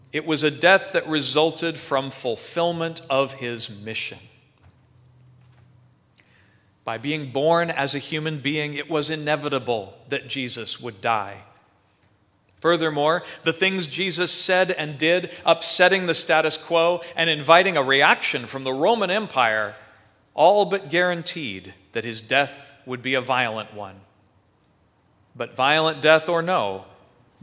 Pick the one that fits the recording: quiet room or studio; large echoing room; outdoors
large echoing room